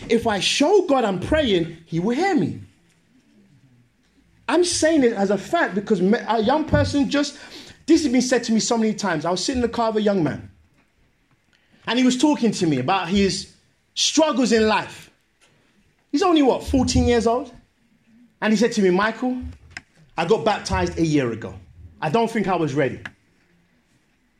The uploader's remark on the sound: Sermon preached at Great Brikklin Street, SDA Church on January 19th 2019.